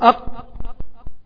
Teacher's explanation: صفة الشدة والجهر، لأن الاثنين محبوسين